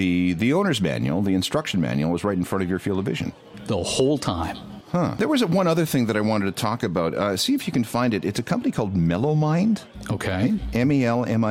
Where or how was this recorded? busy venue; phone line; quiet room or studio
busy venue